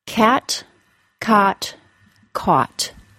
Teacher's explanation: a series of vowels that are produced with the tongue low in the mouth, the short A, short O, and AW sound, which are pronounced A, A, and A.